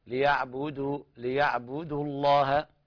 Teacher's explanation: فالدال ترقق حتى لا تقلب ضاد